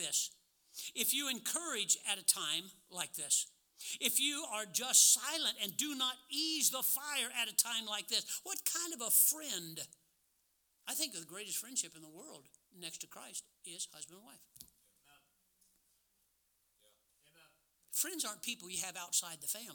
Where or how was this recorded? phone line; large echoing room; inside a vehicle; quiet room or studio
large echoing room